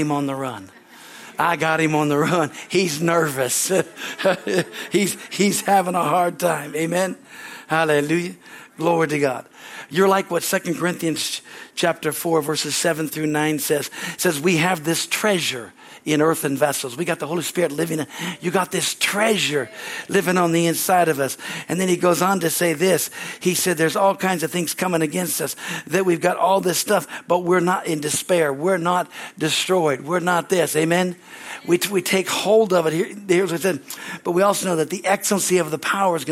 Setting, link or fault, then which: setting, large echoing room